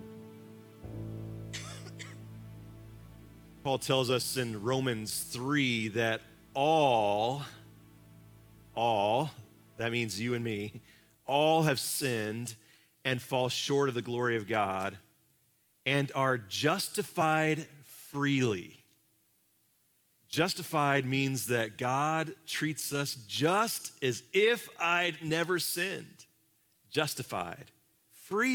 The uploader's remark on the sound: Live from our Celebration Ministry Center